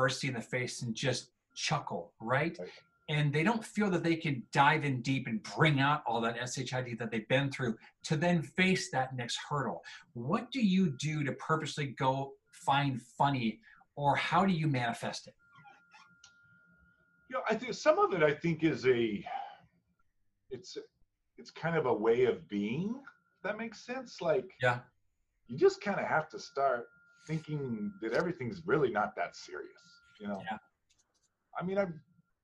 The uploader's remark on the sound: Recorded using a Zoom session to connect